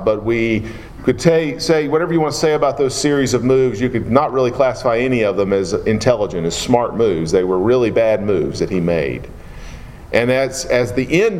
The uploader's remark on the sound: Preached at Maple Lawn Baptist Church in Reidsville, NC, on Sunday morning, July 9, 2017.